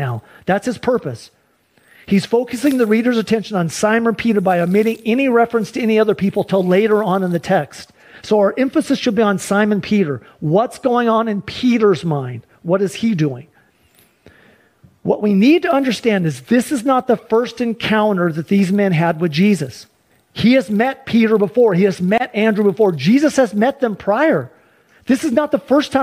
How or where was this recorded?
large echoing room